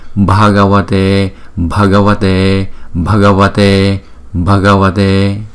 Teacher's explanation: chữ B với chữ H chúng ta gộp lại là B B B, chúng ta đọc âm bật như vậy